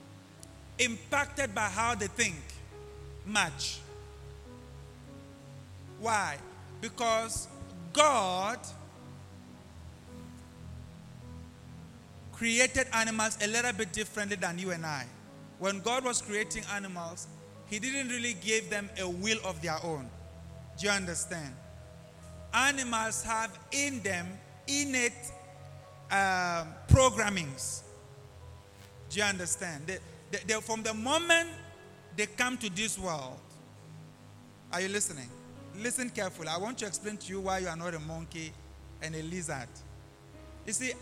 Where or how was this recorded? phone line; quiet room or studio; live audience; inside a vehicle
live audience